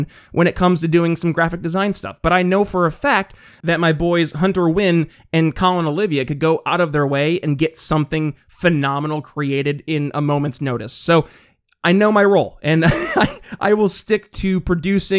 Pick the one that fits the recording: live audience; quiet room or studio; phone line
quiet room or studio